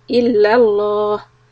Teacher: لفظ جلالة لام here will be heavy